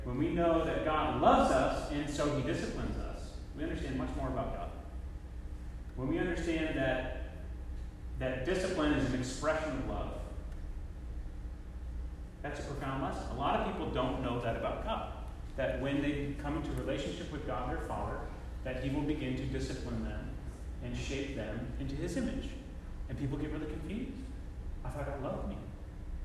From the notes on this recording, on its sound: Apologies for the quality of the recording. There are some sections that are not very audible.